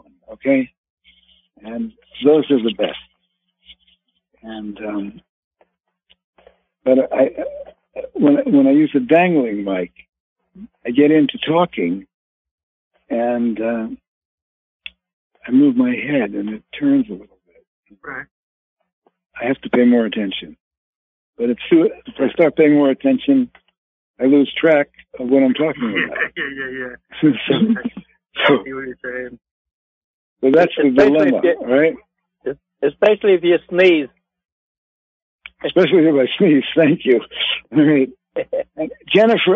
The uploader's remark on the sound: Conference Call LIVE